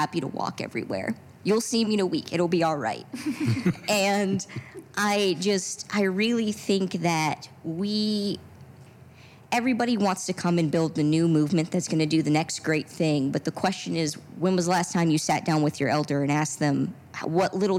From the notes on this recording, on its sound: Live from the Cincinnati Playhouse